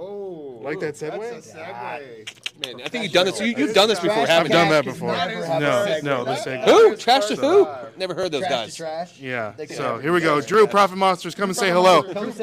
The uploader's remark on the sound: LIVE FROM FLIPCON